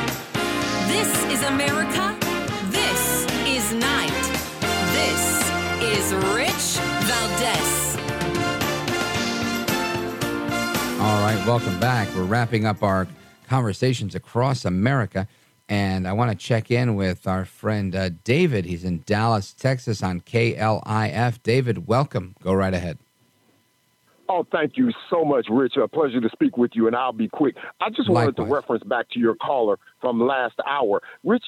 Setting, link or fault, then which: link, phone line